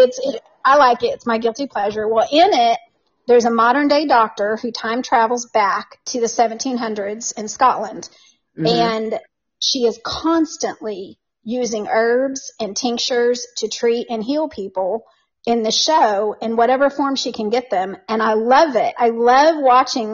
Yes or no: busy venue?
no